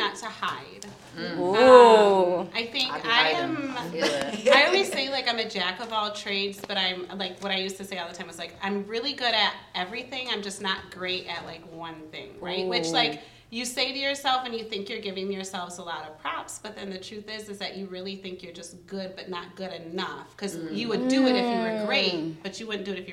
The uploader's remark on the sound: Live from Over the Top Dance , an intergenerational dance studio where the Hotties in Heels (Ultimate Girls Night Out) class takes place. Live from Over the Top Dance , an intergenerational dance studio where the Hotties in Heels (Ultimate Girls Night Out) class takes place.